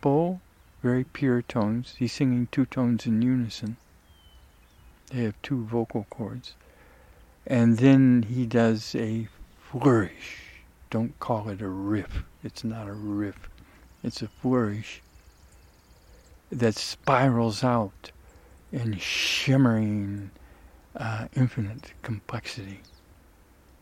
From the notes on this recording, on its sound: The meadow/ forest ecotone, where recording was made, OREGON.